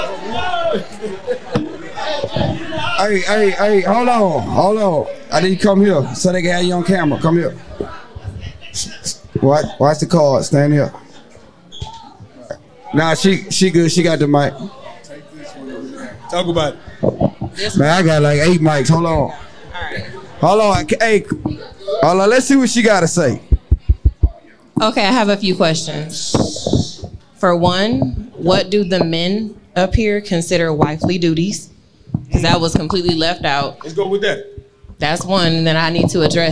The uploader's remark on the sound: Rhythm Bar Houston Tx Live on Set. Very first Live Shoot on location.